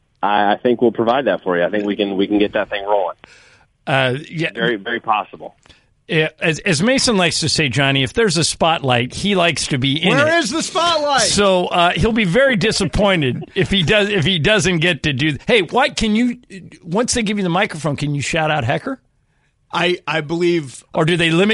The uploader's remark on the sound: called